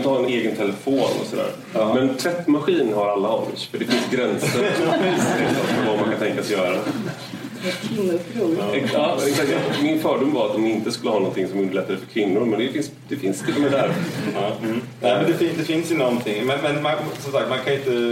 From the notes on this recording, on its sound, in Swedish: Dagens avsnitt är den första delen av en inspelning från en lunch med ledarredaktionen som hölls på Playhouse teater.